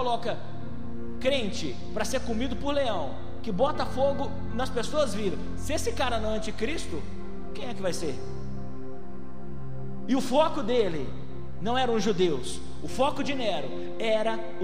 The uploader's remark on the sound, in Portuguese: Foi gravada ao vivo no dia 09/02/2020, no culto dominical da Igreja Vale Da Benção - BH.